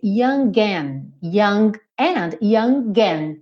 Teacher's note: pronunciou mesmo o G, usou o G como ligação entre o young e o and. Então, we were young and wild and free.